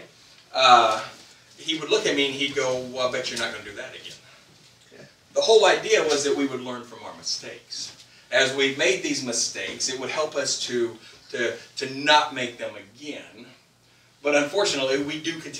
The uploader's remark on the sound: This week's message suffered from sound issues that are resolved in future episodes.